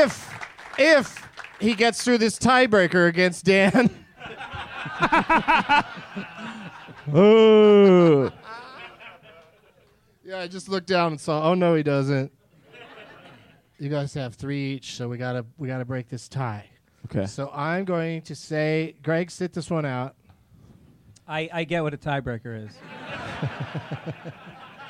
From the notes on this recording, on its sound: Live from Zanies Comedy Club in Rosemont